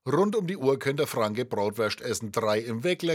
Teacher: einige charakteristische Merkmale verbindet diese Binnendialekte, das rollende R zum Beispiel